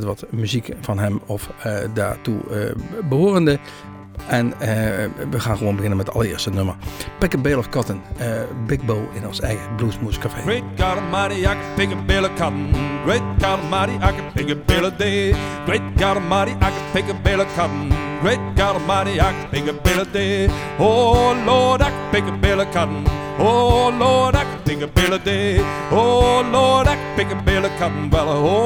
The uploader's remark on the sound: live in Bluesmoose cafe